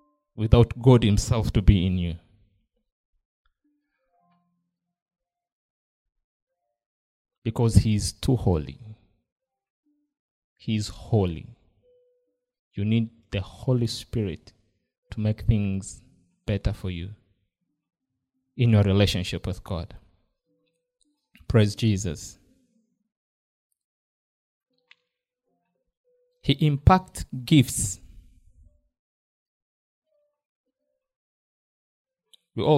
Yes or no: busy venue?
no